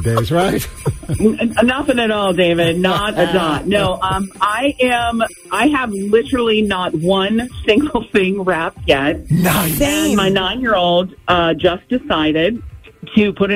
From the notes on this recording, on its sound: She called